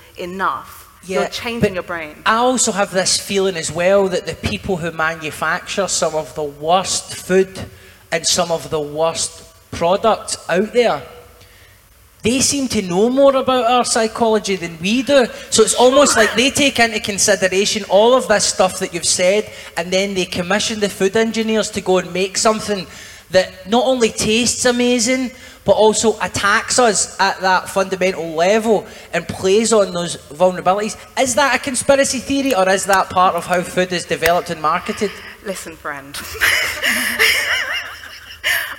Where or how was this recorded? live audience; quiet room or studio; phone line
live audience